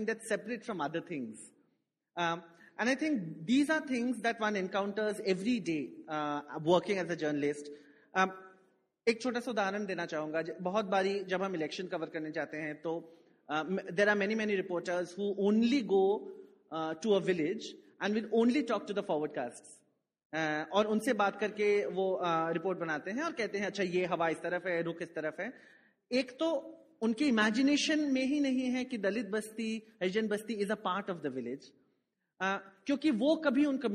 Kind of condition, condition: setting, live audience